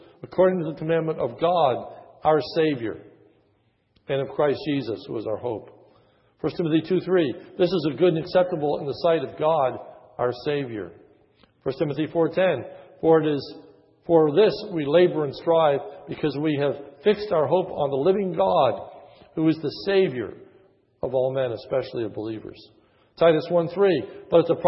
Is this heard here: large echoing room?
yes